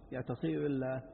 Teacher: والميم لا تدغم في الباء لكنها تخفى لأن لها صوتا في الخياشيم تواخي به النون، تواخي يعني تجانس، يعني تجانس به النون الخفيفة اللي هي الغنة. · Term: مخفاة